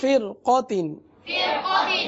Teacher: را ساکن کے آگے حروف مستعلیہ میں سے قاف ہے، لہذا را کو پور پڑھیں گے